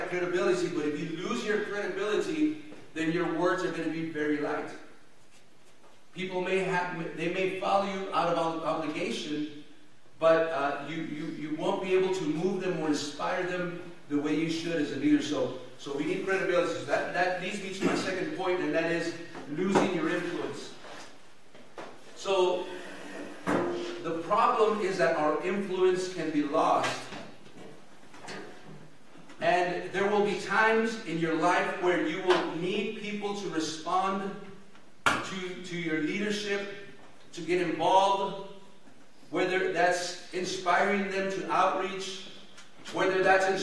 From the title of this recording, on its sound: El Paso Christian Church Live Stream